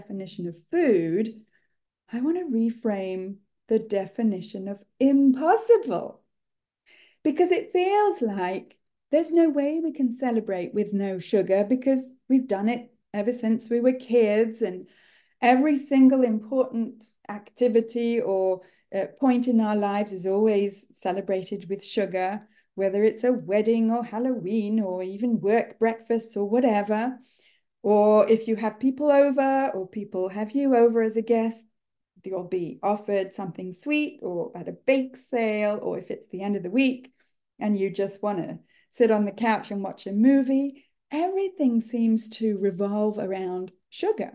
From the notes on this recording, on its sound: This episode is a recording of a live online workshop that I gave in January 2024.